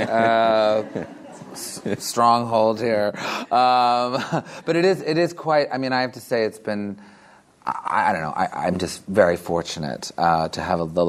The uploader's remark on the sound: In the Model Arts Centre, Sligo, as part of Sligo Live 2015 in assocation with the US Embassy's Creative Minds Series.